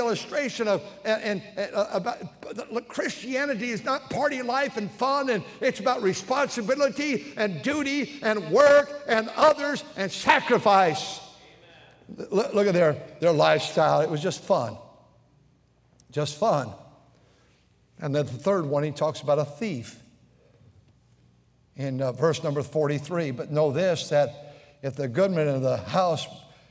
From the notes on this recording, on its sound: during the Wednesday Evening service on September 27, 2023, at North Valley Baptist Church in Santa Clara, California